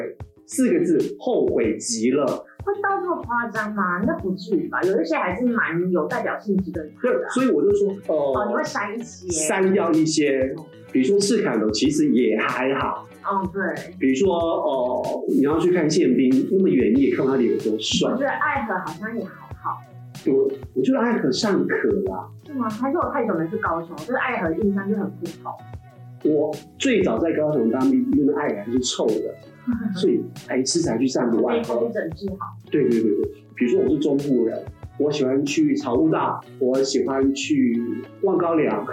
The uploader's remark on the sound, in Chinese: 因器材調修.錄音檔案音質不甚完美.請見諒.